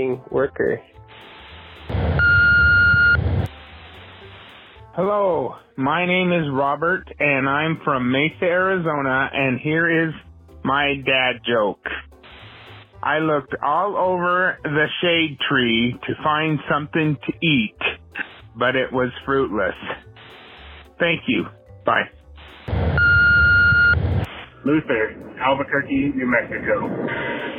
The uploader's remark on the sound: I have compiled jokes recorded by our listeners through my voicemail service over the past week.